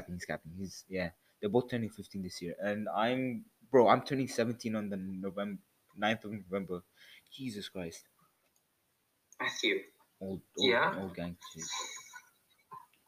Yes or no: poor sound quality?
yes